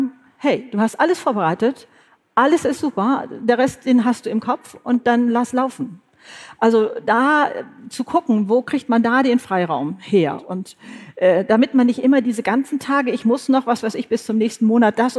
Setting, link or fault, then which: setting, live audience